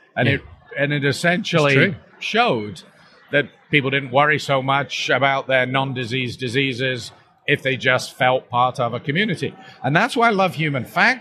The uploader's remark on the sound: This podcast was recorded at the Intensive Care Society State of the Art meeting in London 2018. The audio was recorded live and at the venue so there is a fair bit of background noise.